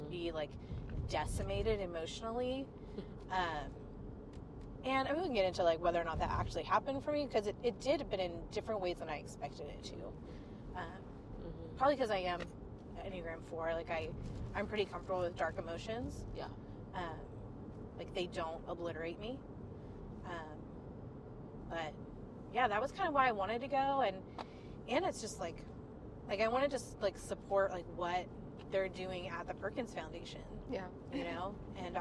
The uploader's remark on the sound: we invite more friends in the car to chat